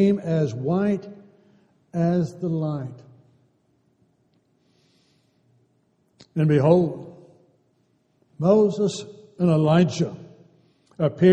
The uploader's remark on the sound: Downtown Church Of Christ Audio Sermon